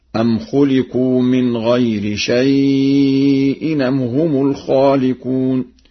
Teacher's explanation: يقرأ بنقل حركة الهمز إلى الساكن قبله